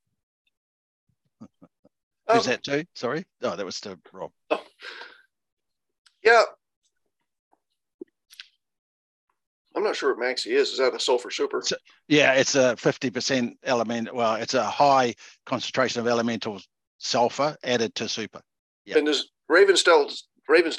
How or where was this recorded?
video call